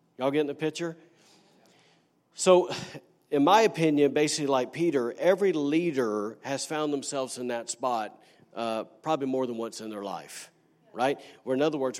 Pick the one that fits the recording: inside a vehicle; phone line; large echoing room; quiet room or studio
large echoing room